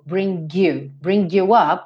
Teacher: De novo ele pegou o G e juntou bring you